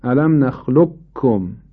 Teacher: ادغام تامش این است قاف به طور کل از بین میره و کاف مشدد میشه. الم نخلقکم، هیچ اثری از آثار قاف شما اینجا نمیبینید.